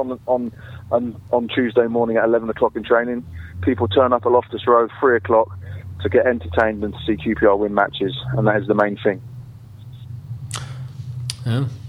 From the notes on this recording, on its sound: In the studio today. Joined on the phone today.